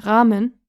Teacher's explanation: When the syllable is open, as in ramen, the vowel is automatically long, so we don't need to write it twice.